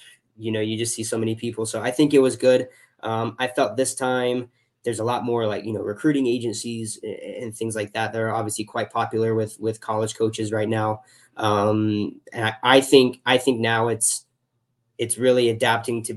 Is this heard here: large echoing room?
no